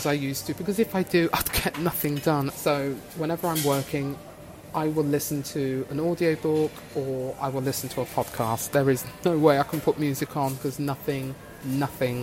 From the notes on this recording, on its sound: I recorded this episode in a coffee shop and as a result there may be a slight variation in sound volume.